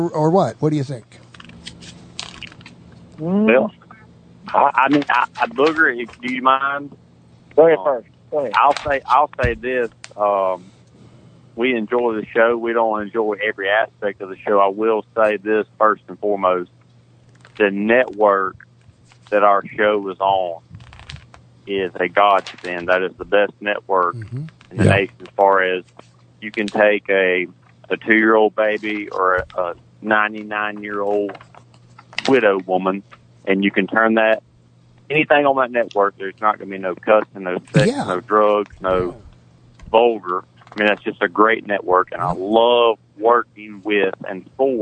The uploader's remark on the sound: by phone